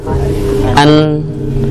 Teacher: An keluar lewat mana nun? Ke hidung kan? Lewat hidung.